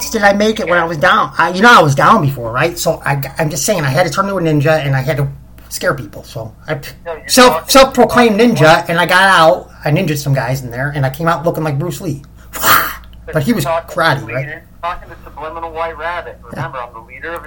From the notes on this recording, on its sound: The Audio will get fixed hopefully soon